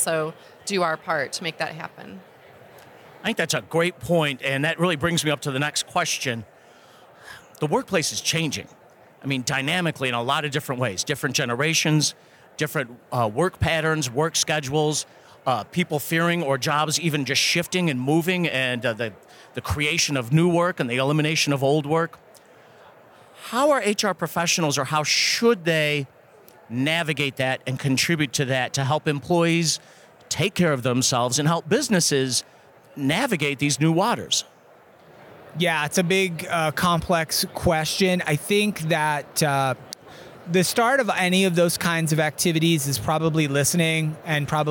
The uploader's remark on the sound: We continue our series live from the floor of the 2023 HR Technology Conference.